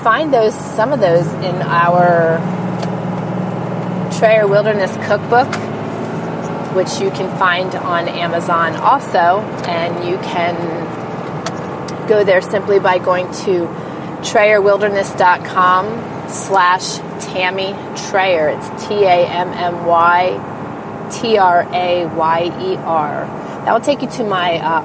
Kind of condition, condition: setting, inside a vehicle